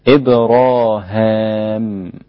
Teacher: جميع ما جاء في سورة البقرة من لفظ إبراهيم بفتح الهاء وألف بعدها للإمام ابن عامر الدمشقي